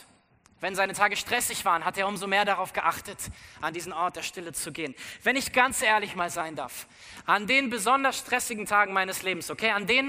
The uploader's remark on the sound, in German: aus unserem Gottesdienst am 14.